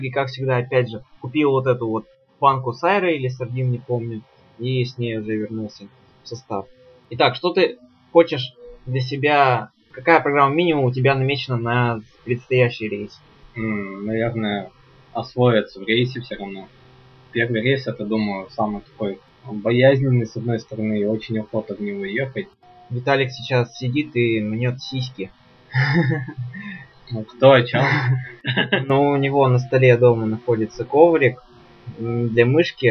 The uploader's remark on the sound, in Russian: Извиняюсь за качество записи этого подкаста, форс-мажор с записывающим оборудованием